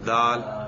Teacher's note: دیکھا زبان اگلے دانتوں سے ٹکراتی ہے